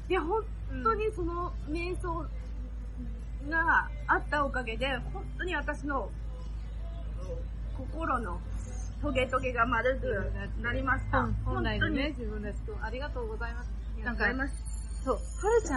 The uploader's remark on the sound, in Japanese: 室外での収録のため、大変聞きずらいと思いますが